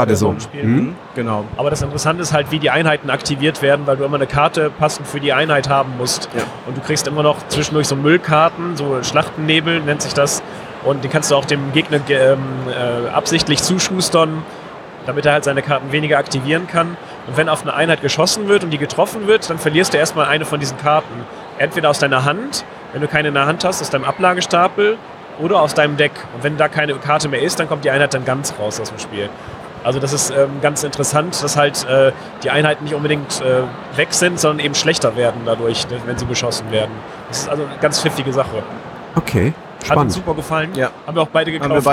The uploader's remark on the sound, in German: Live am Donnerstag von der Spiel 2019.